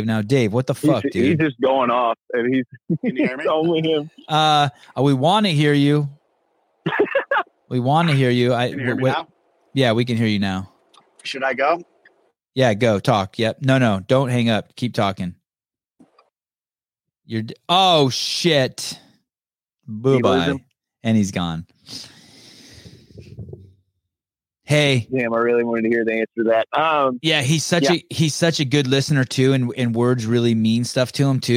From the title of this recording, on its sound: Live Call In Show